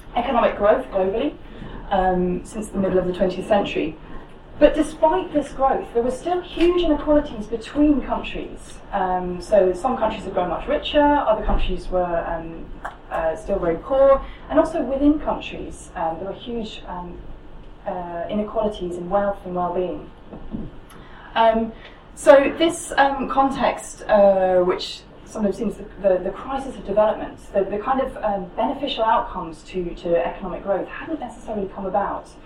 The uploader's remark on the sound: Speaks at SRHE Joint Network Event - Exploring Capability Theory in Higher Education Research: UK and International Perspectives.